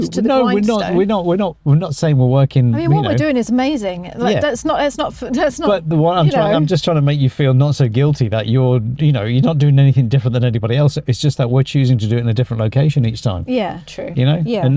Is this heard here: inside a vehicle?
yes